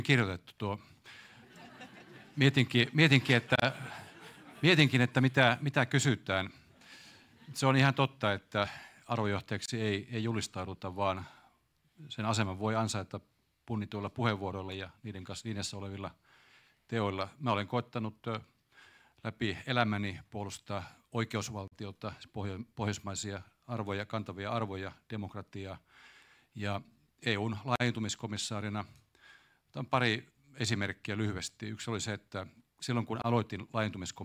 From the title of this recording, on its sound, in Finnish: LIVE: Presidentinvaalipaneeli